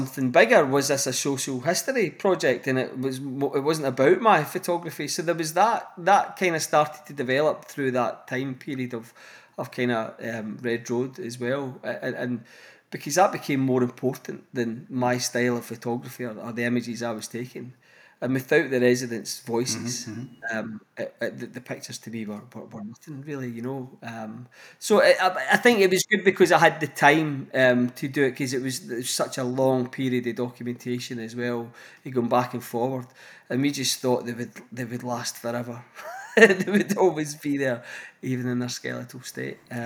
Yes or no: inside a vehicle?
no